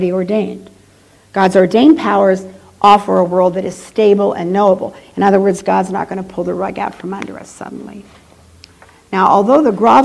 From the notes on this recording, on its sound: She delivered this lecture on April , 2008 at the University of Chicago's Swift Hall.